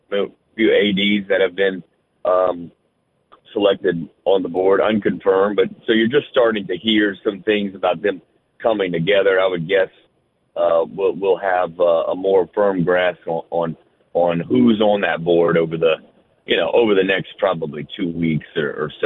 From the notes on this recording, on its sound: more of your phone calls